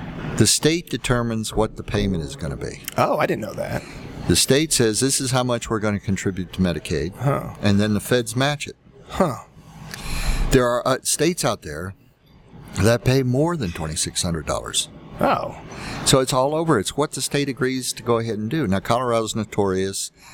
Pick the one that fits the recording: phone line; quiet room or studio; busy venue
busy venue